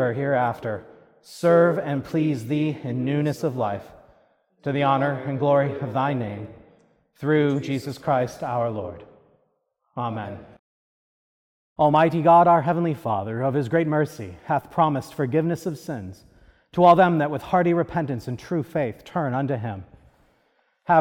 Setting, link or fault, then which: setting, large echoing room